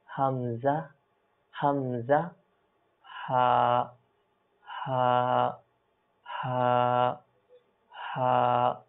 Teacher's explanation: এই দুইটি হরফ এগুলো কণ্ঠনালীর আপনার নিচের অংশ থেকে উচ্চারণ হয়। তো যেহেতু এটা নিচের অংশ থেকে উচ্চারণ হয় সেহেতু এটাকে আমরা খুব একেবারে হালকাভাবে যদি আমরা চেষ্টা করি তাহলে এটা ঠিক নিচের অংশ থেকে উচ্চারণ করার জন্য আমরা সফল হয়ে যাব।